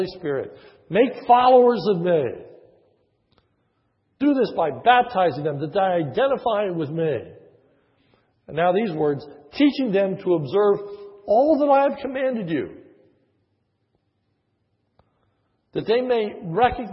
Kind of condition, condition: setting, large echoing room